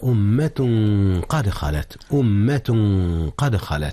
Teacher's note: أخفي التنوين في أمة قبل القاف، والقاف من أحرف الإخفاء